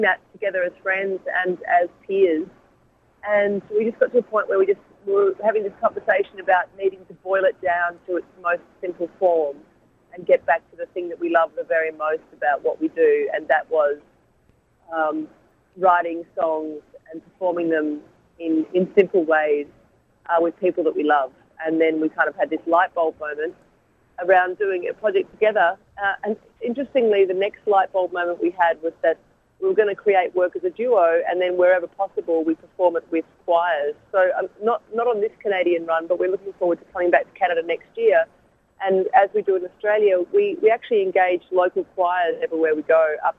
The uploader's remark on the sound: by phone